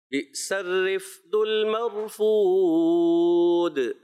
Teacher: آخر میں دال کلکلہ ہوا ہے، اور اچھے انداز سے کلکلہ کریں، واضح کریں